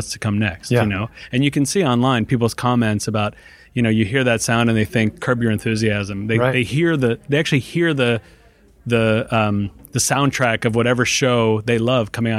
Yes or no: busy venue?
yes